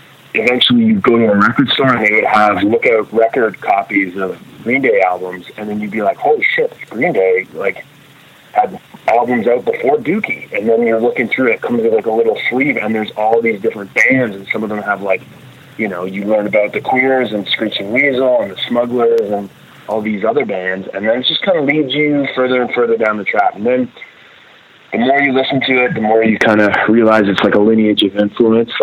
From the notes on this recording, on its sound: We hopped on the phone one day (some dodgy cell service up in Canada)